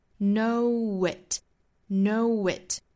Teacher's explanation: Know 跟后面的 it 也是元音和元音的连读，这个时候我们要加一个小小的 w 的发音